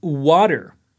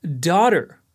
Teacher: em vez de trazer a língua para baixo após o flap T, você quer puxá-la imediatamente para o que chamamos de R americano